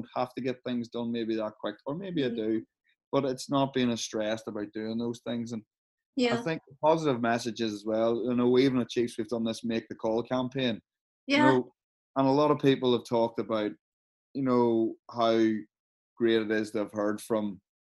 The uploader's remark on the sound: Recorded via Zoom during these incredibly challenging times, of Covid-19.